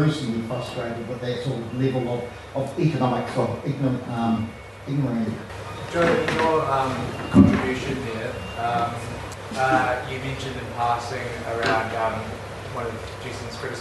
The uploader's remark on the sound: plays another of the talks given at the recent Aotearoa | New Zealand Federation of Socialist Societies conference